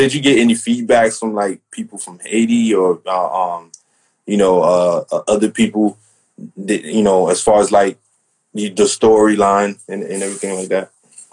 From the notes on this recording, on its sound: This is why the Crew decided to turn the live interview into an audio file.